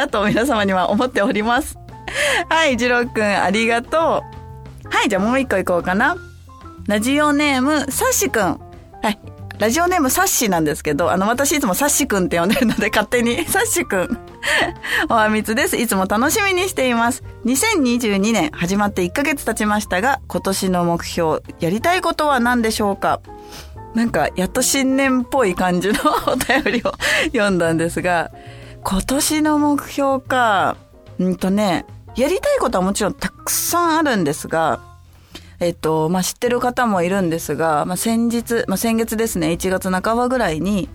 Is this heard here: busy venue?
no